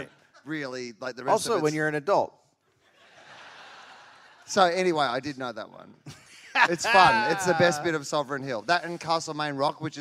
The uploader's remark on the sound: Live in Melbourne